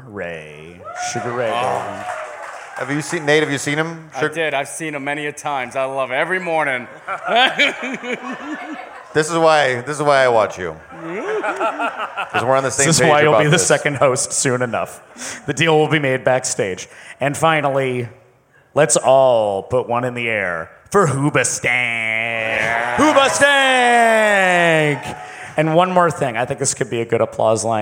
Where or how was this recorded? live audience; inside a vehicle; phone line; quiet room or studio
live audience